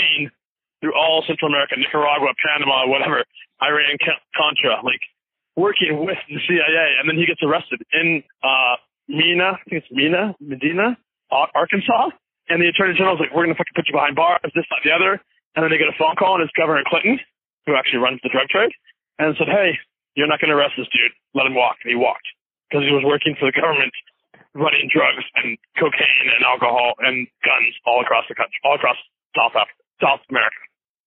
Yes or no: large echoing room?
no